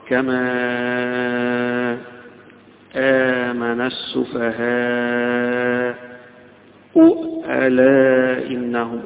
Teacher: طيب عند الوصل كما آمن السفهاء ألا إنهم هم السفهاء، عند الوصل هيبقى حمزة برضو له السكت على الهمز